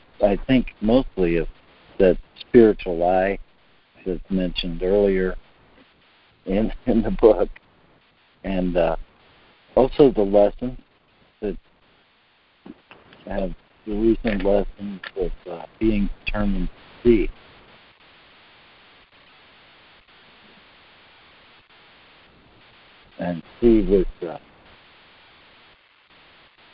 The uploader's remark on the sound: ACIM Daily Conference Call